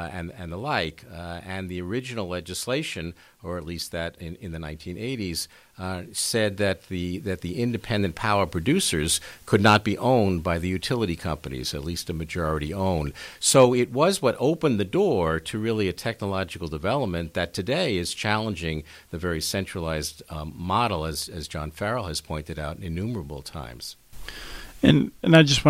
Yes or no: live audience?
no